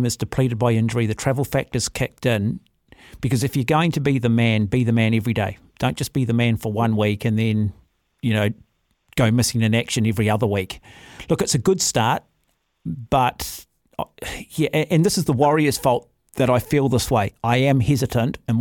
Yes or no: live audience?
no